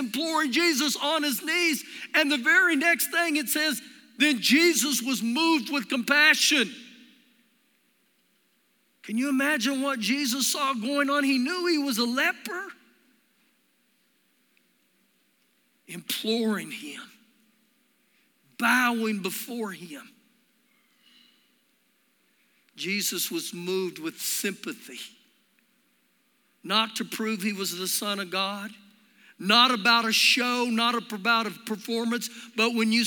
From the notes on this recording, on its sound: Recorded live during our Sunday morning service